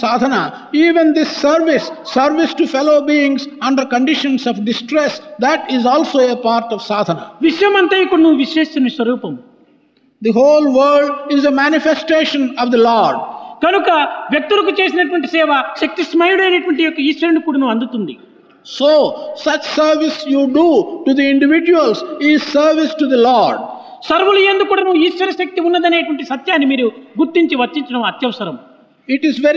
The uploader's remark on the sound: during valedictory function of the Sevadal conference